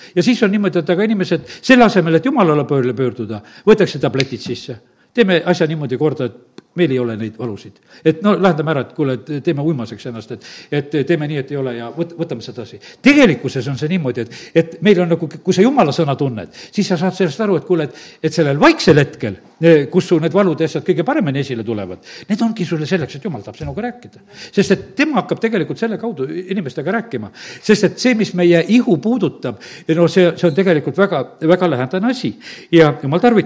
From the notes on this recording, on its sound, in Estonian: Audio salvestus koosolekult